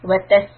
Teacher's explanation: seen has a hissing sound